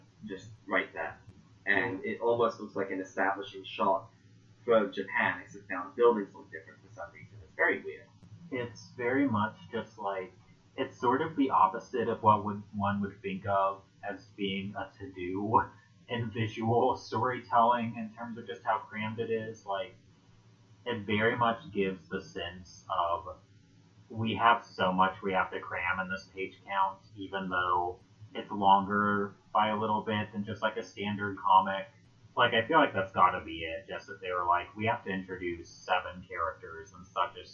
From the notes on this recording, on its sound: As per usual with podcasting, this first episode's audio has major issues.